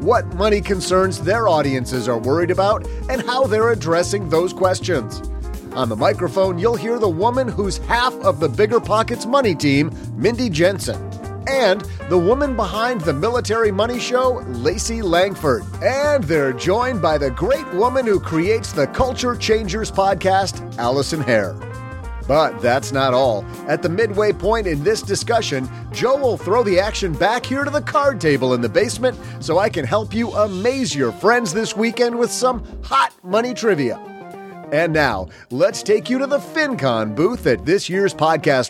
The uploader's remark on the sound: We're live from Podcast Movement in Dallas, Texas with a rockstar roundtable.